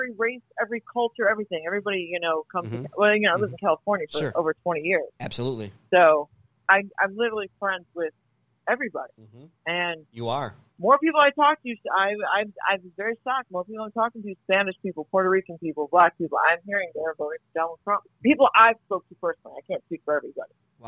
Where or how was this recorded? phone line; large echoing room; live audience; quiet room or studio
phone line